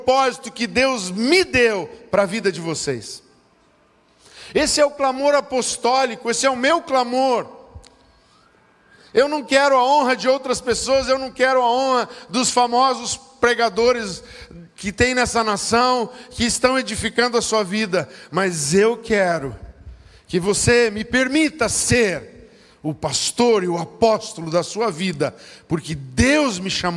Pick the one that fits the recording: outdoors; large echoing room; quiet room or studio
large echoing room